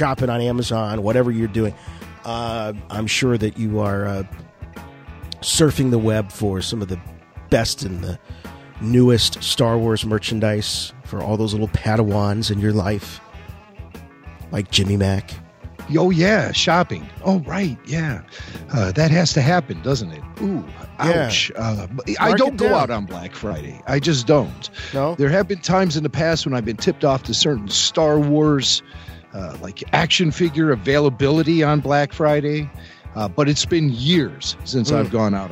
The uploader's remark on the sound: RFR LIVE returned this week featuring wall-to-wall listener phone calls. Our switchboard was flooded.